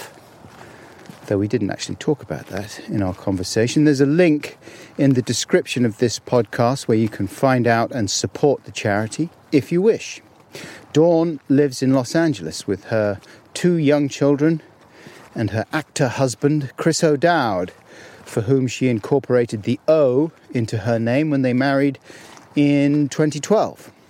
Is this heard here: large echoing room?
no